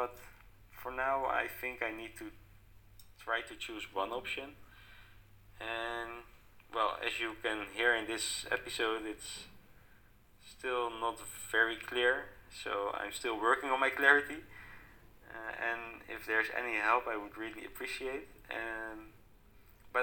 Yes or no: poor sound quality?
yes